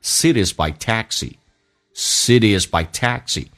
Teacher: by 也用降调读，所以这个 I 近似于发单元音，因为嘴巴不怎么打开